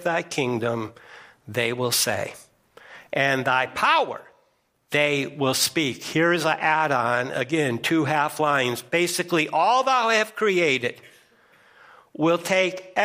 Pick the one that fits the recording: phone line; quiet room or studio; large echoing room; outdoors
large echoing room